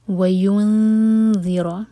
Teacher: جب اخفا کریں تو ذال کے لیے زبان تیار کریں گے اور ہوٹوں کو فلیٹ کر لیں گے، یا کہ دوما کے لیے ہوٹ کھولوں گے لیکن نون پر جب پہنچیں تو ہوٹوں کو فلیٹ کر لیں.